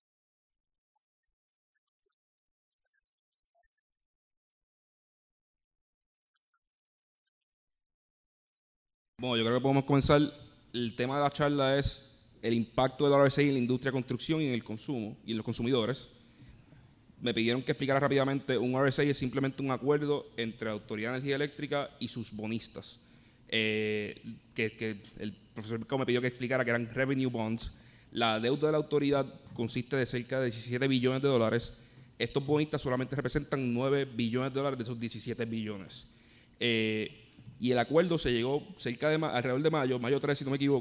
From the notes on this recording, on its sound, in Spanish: Una conferencia organizada por la MCA en la que un grupo de panelistas expertos discuten el acuerdo entre la AEE y los bonistas y su efecto en la economía.